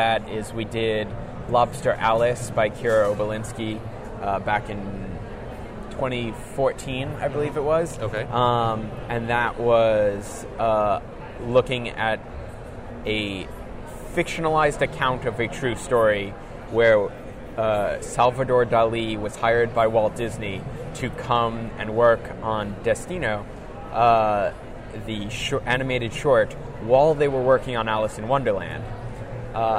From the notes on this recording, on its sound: we are live at Awesome Con 2017